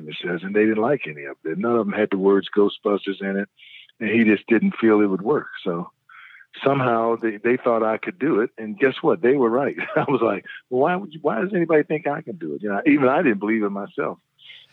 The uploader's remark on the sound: We chatted on the phone today